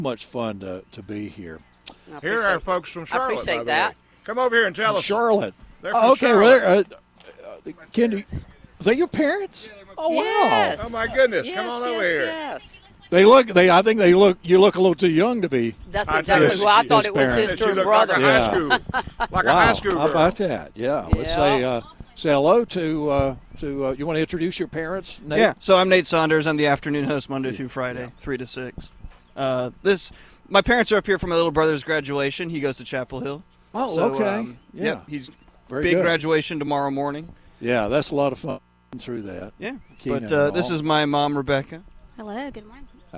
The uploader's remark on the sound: broadcasting live from Campbell Road Nursery